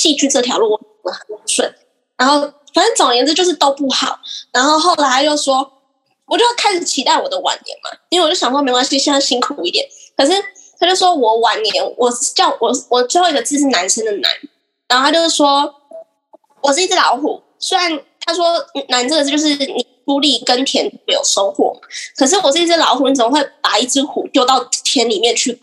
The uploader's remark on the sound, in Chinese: 可惜網路有些不穩定，害怕音質不穩的人請斟酌收聽唷！